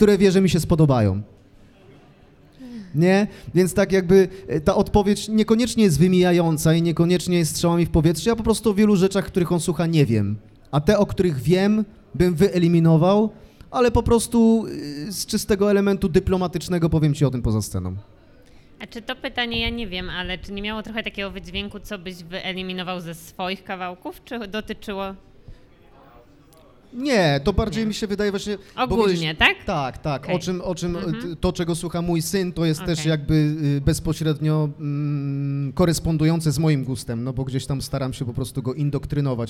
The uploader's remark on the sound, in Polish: W czwartek 15 grudnia w Obiecana Cafe